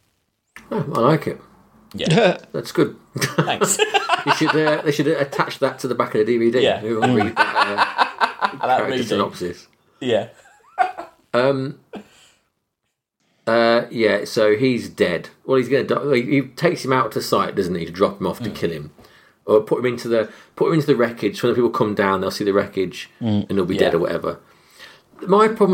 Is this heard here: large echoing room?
no